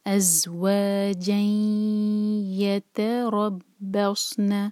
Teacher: اس کے بعد یا آ رہا ہے تو ہم ادغام کریں گے غنہ کے ساتھ، یعنی کہ ناک میں آواز لے جائیں گے اور دو سیکنڈز کا ٹائم دیں گے. از و جیت ربسن، را پر فتحہ تو را ہیوی پڑھا جائے گا، با کو اسٹرانگ پڑھیں گے، با پر شدہ ہے.